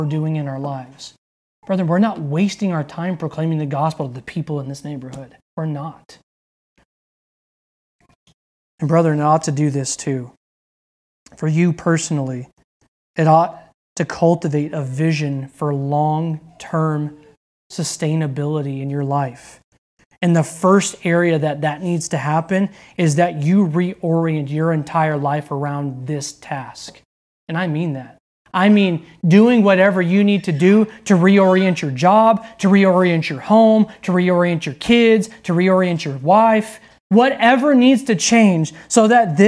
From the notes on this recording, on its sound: delivered on October 3rd, 2020 at Redeemer Community Church